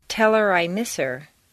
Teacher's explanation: On personal pronouns, it's common to drop the H.